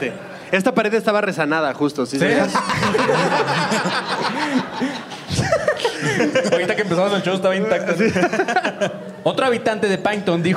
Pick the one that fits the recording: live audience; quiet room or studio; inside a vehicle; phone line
live audience